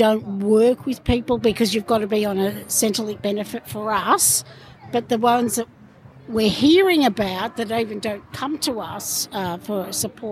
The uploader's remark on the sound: This is an episode recorded during Homelessness Week 2023, live from Harmony Square Dandenong in Melbourne's south east. Co-hosted by Wayss and City of Greater Dandenong.